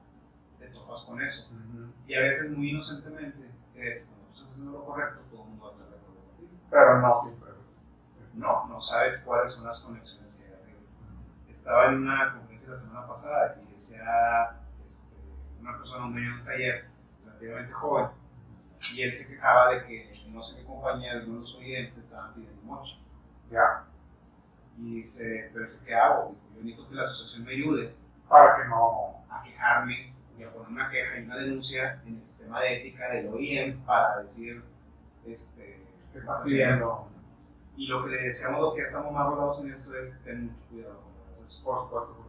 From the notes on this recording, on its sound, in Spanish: Una disculpa por el sonido, estuvimos ya en pruebas para mejorarlo en los próximos episodios.